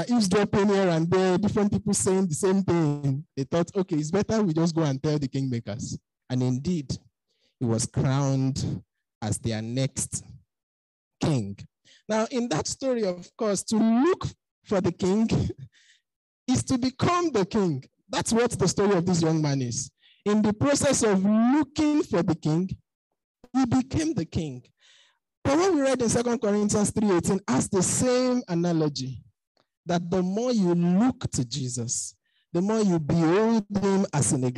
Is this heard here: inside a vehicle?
no